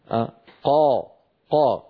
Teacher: فالصورة التي على يمين اللوحة والتي تبين القاف، نجد بأن الصوت قد استعلى إلى أعلى الفم ولكنه لا يطبق. لاحظوا الصوت قد استعلى إلى أعلى الفم ولكنه لم ينطبق